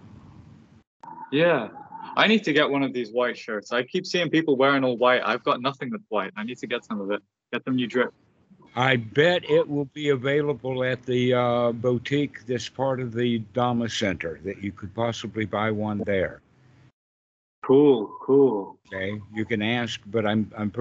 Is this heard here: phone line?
yes